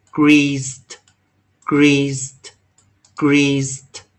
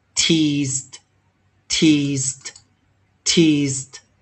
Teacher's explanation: 注意这三个音，老师的 s 都是念清音